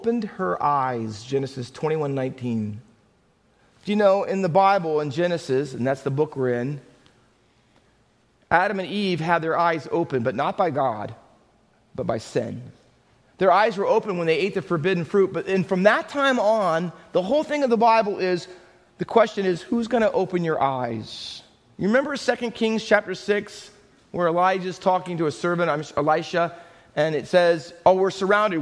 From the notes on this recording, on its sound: Faith Baptist Church in Hamilton, NJ.